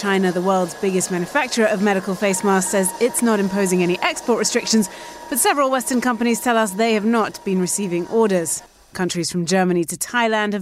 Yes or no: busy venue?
yes